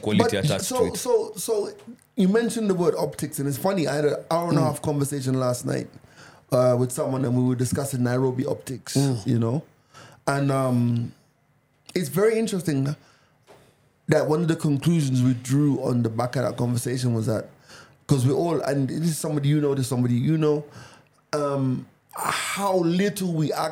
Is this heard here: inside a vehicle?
no